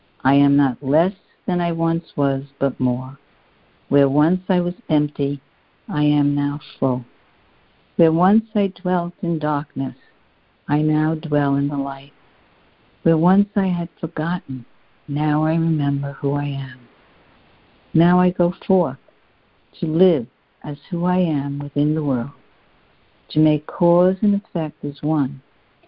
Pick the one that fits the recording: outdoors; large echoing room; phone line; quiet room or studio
phone line